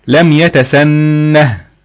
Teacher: ألحقت الهاء بالكلمة حتى تظهر حركة النون الفتح · Term: هاء السكت